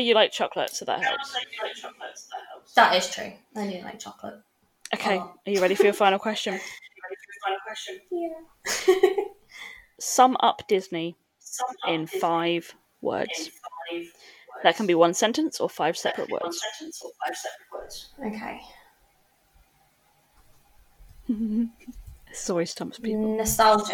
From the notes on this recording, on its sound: I had a few audio issues with this recording, but hopefully you can all still hear it okay!